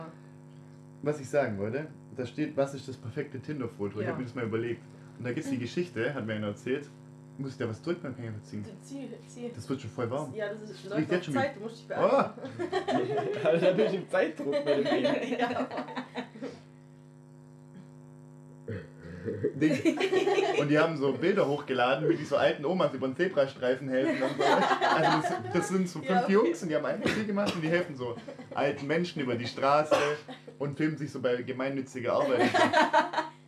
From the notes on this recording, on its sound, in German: Diese Folge bietet euch eine extrem schlechte Audioqualität (sorry dafür)!